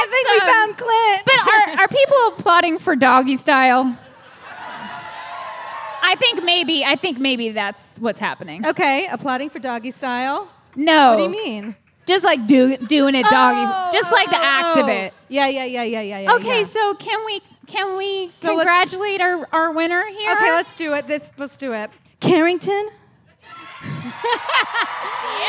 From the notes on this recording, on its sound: Today, we’re LIVE at MythiCon!